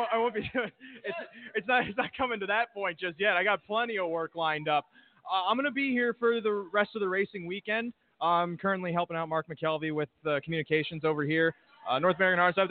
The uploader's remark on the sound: 2019 Pepsi North America Cup. Live interviews from the paddock, handicapping analysis, and winner’s circle reactions as the night goes.